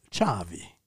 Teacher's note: In Ragusa, everything that has a K sound becomes a CH sound. So, for example, you have the word chiave, key, the word for chiave.